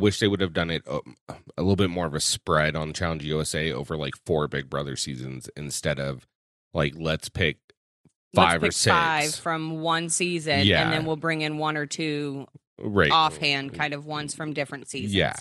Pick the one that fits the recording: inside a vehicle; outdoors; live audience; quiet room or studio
quiet room or studio